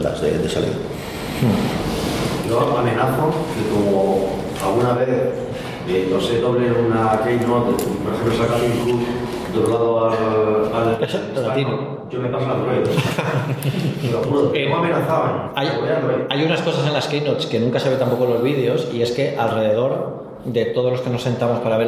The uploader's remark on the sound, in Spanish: Una Cosa Más UCM en Directo. En un programa especial en directo en el Aula de Ámbito Cultural de EL Corte Inglés de Elche, dentro de la programación de la 41ª Edición del Festival Internacional de Cine de Elche.